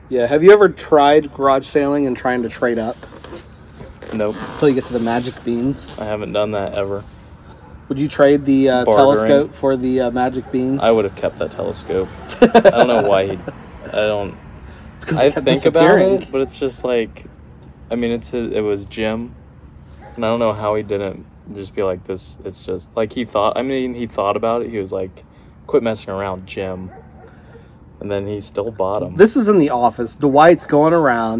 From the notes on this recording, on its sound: Chatting at a Garage Sale. They chat it up while sitting outside.